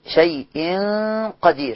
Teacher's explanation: شيء قدير هيبقى معانا غنة مفخمة، لأن بعديها قاف مفخمة تفخيم نسبي مكسورة المفتوحة تفخيم كامل أصلي، فهيبقى معنا إخفاء حقيقي، غنة حركتين ناخد بالنا منها، وقدير الراء مرققة.